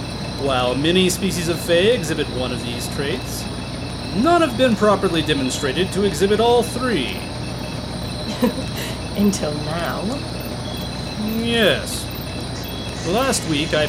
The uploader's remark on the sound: Field Sounds. Took the recorder deep into the Park.